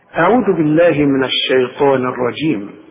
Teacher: الطاء هي المفخمة، والطاء من أعلى الحروف المفخمة لأن بعدها ألف